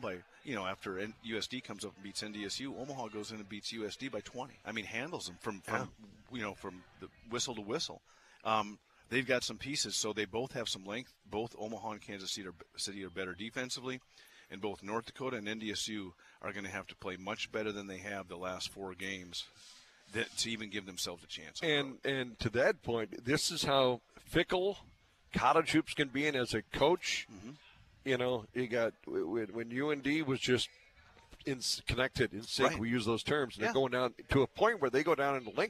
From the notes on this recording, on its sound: broadcasting live from Bulldog Tap